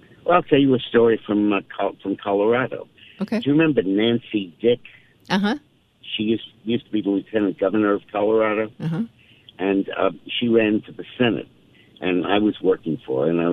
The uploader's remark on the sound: Joins the show by phone.